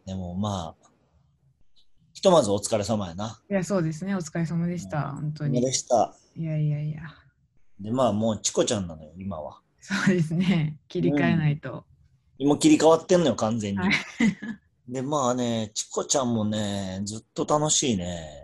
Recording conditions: video call